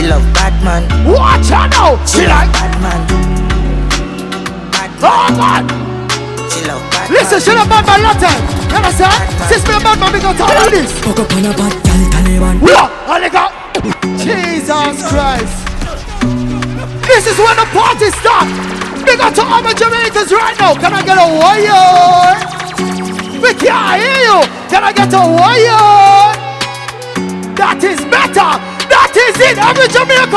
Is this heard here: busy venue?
yes